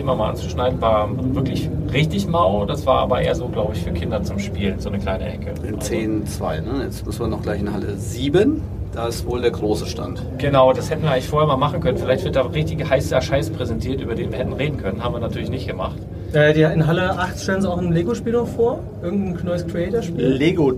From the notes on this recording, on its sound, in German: Definitiv keine Folge für die Tonfetischisten oder Mehrwert affinen Hörer unter Euch. Eine fuchsteufelswilde Live Aufnahme von der Gamescom. Aufgenommen in einem Aquarium aus Glas.